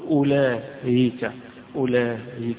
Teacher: يبقى الهمزة مش حيقولها همزة، ولكن حيسهل هذه الهمزة إذا وقف عليها · Term: تسهيل